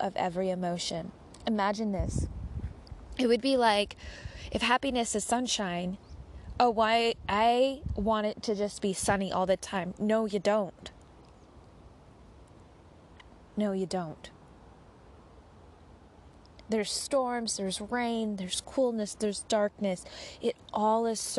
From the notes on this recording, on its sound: The sound of Magpies & the Bangalley Headlands.